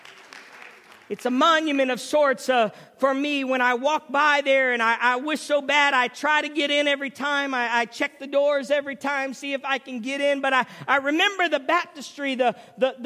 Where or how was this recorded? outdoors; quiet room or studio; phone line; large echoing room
large echoing room